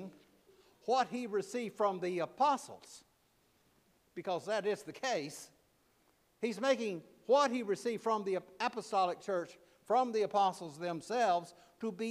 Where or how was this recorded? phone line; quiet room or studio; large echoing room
large echoing room